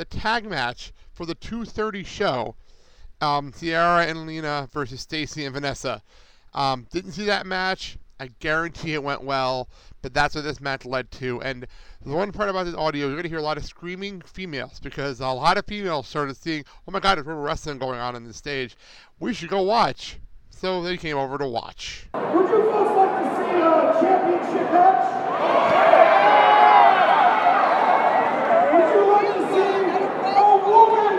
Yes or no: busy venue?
yes